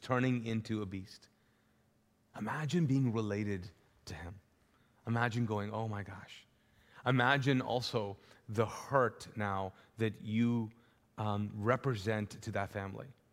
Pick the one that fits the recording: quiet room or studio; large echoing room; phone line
large echoing room